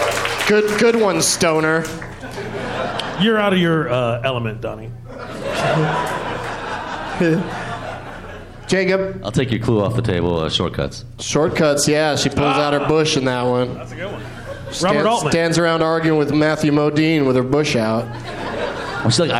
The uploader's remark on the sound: Live from Goodnights Comedy Club in Raleigh, NC